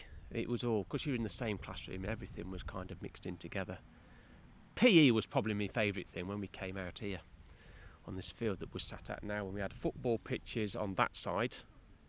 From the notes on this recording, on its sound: Recorded at our Heritage Open Day back in 2019